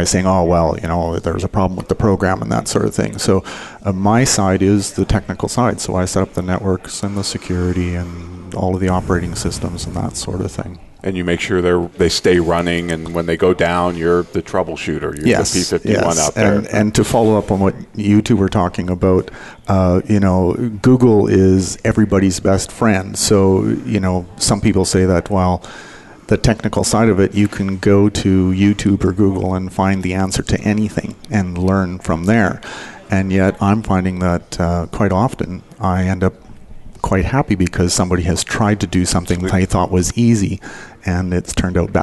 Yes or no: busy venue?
yes